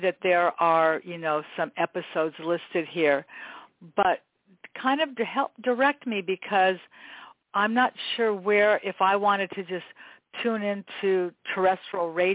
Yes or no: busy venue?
no